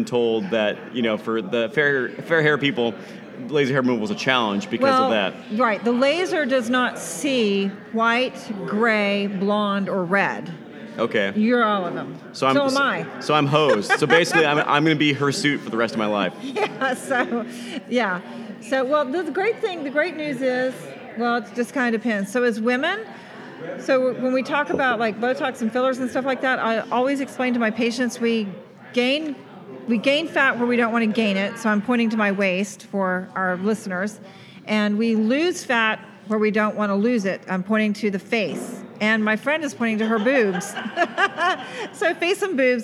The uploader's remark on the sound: At Cork & Growler in Frisco, Tx answering questions from a live audience.